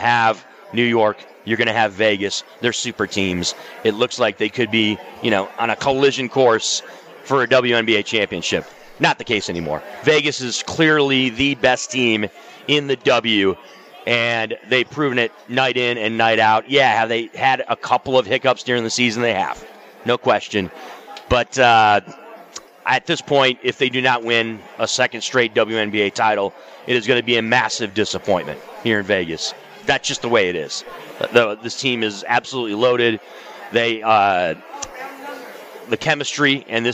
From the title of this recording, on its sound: Live from the Super Book at the Westgate Las Vegas